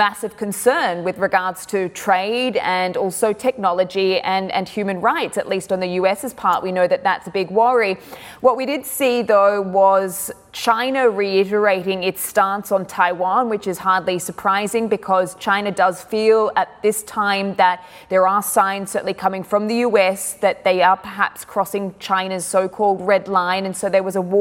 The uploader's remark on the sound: we are live at the Paris Airshow